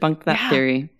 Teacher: if I say it in a real way, I actually don't even hear the T.